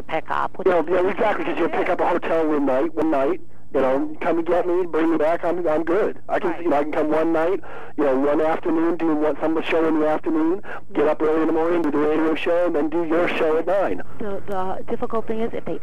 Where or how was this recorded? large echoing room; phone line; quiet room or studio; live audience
phone line